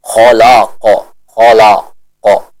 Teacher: huruf lam ini merupakan huruf yang dibaca dengan tipis. Maka kesalahan yang terjadi atau yang sering terjatuh seorang qari di dalamnya, yaitu seorang menebalkan bacaan dari huruf lamnya.